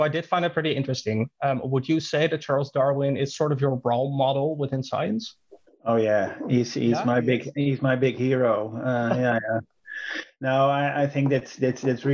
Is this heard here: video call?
yes